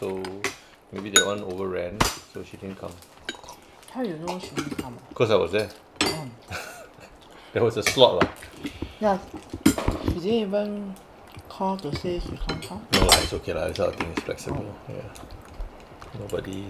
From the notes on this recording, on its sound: Excuse the sounds of clanging plates.